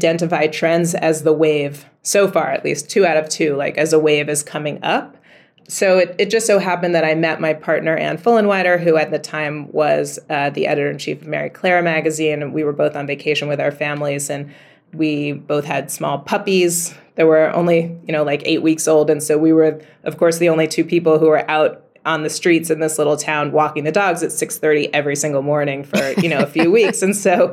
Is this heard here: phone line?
no